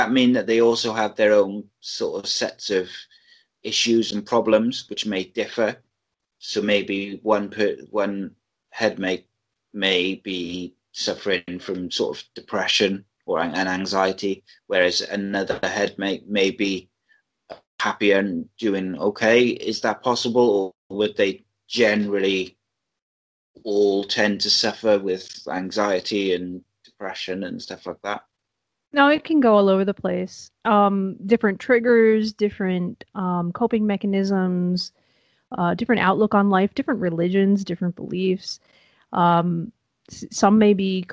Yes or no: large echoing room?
no